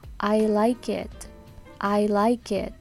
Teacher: この like の最後の k っていう k の音と it の e 最初の e のこの母音の音がクッとくっついて kit ってなります